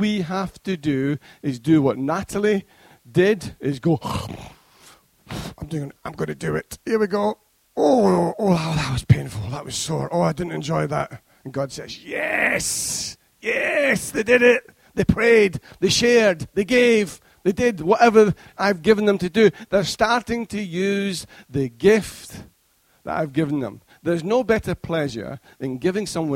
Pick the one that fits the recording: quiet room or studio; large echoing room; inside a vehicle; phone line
large echoing room